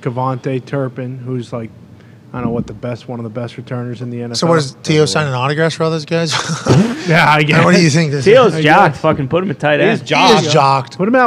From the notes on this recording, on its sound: LIVE From The ThunderDome.